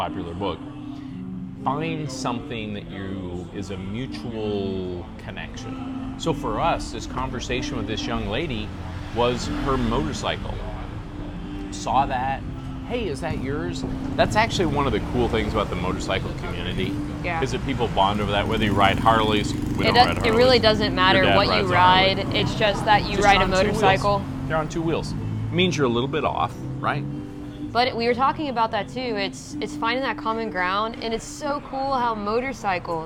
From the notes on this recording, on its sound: Chiang Mai, Thailand streets. Enjoy the banter and the street sounds from Chiang Mai.